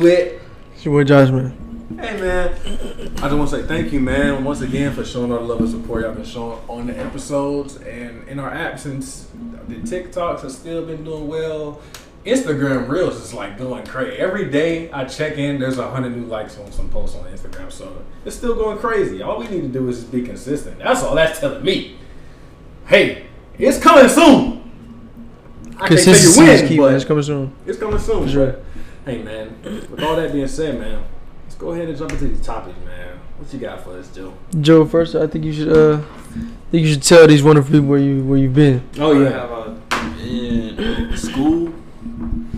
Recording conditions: poor sound quality